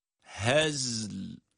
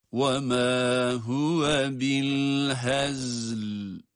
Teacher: Önce za cezimle okunuyor. Ara açılmadan yine lam cezimli olarak, yani sakin haliyle devamında okunuyor.